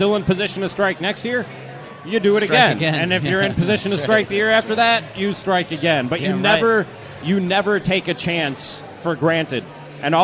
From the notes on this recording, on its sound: Live at Fulton. It's a live taping of The SKOR North Twins Show at Fulton Brewery in Minneapolis!